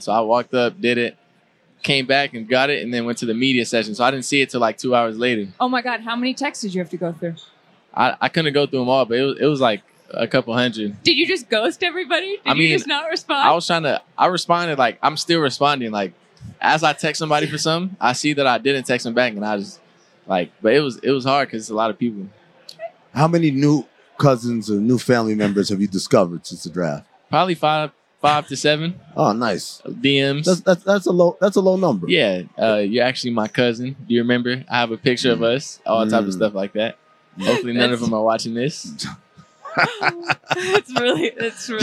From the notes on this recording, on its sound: Live from Las Vegas for NBA Summer League 2023